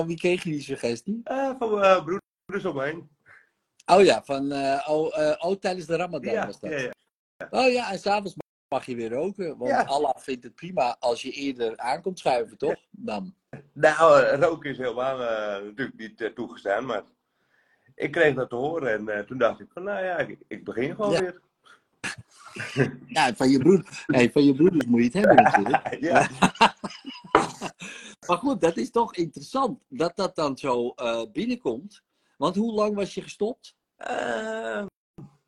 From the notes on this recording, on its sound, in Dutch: de sessie die ik live doe op Instagram